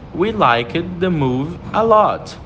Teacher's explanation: E no passado ele fica liked, com um leve D mudo no final.